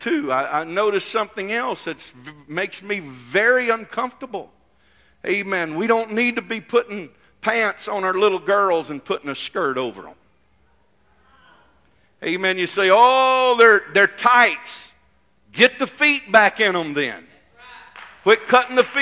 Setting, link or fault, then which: setting, large echoing room